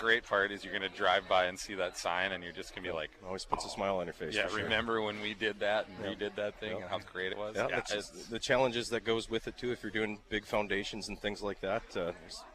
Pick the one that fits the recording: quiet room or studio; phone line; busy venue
busy venue